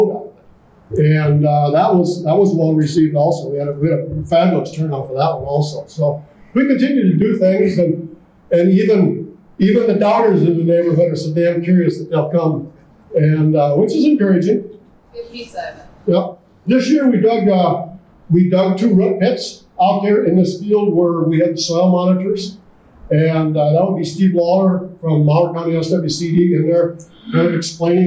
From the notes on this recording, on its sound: listen to a presentation from the Soil Management Summit in Alexandria, Minn.